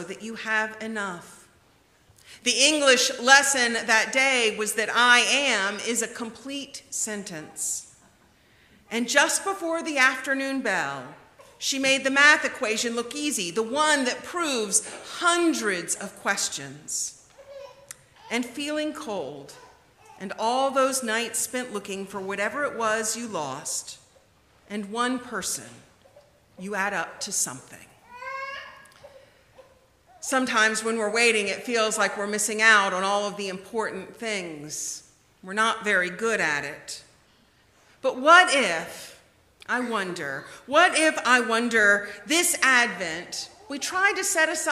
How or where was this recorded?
large echoing room